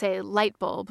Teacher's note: the B is you know, this strange kind of acoustic burst